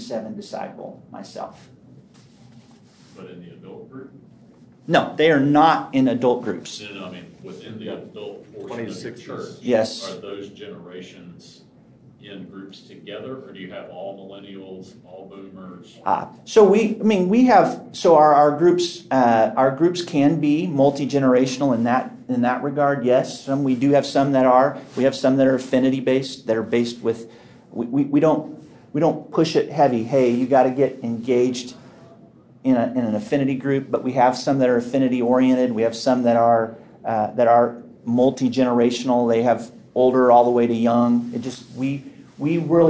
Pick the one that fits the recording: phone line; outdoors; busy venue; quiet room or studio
busy venue